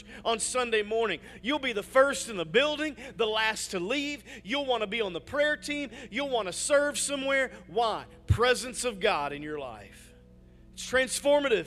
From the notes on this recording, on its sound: Message audio from our weekend services!